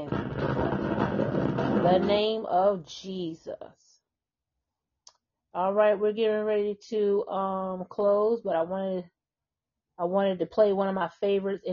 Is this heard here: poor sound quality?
yes